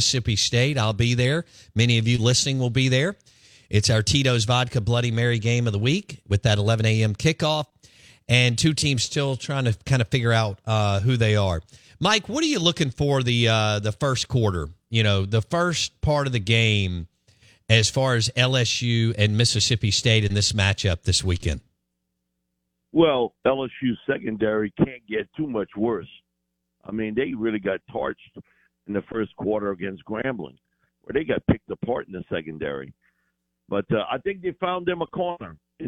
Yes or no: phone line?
yes